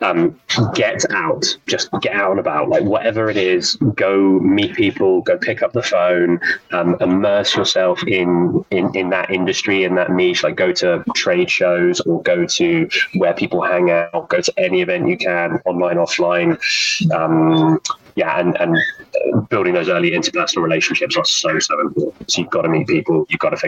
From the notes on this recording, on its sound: Please bear with me on the audio quality of this episode